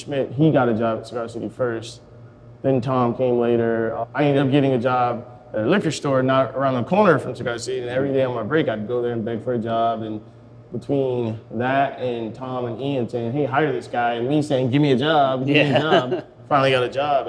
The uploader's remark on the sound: grabbed a spot at the bar